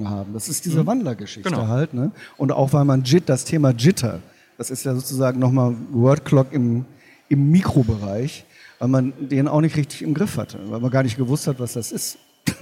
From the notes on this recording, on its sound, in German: spricht mit uns auf der LEaT con in Hamburg